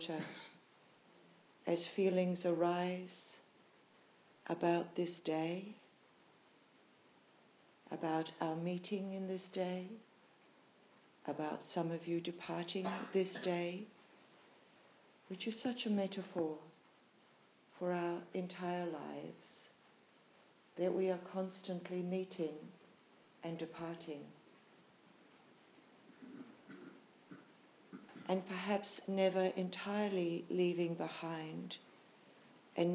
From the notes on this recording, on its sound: Live recording at Mana Retreat Centre, NZ.